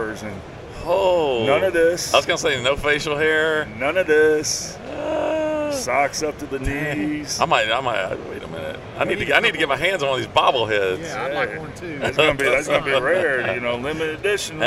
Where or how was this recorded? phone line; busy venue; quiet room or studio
busy venue